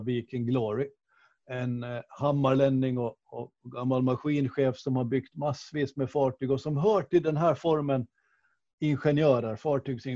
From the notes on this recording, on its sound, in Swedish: Avsnittet är inspelat genom Zoom, så ljudkvaliteten är lite sämre än vanligt.